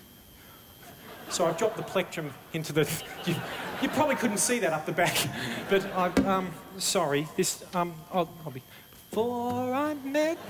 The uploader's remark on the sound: 2008 Melbourne International Comedy Festival Gala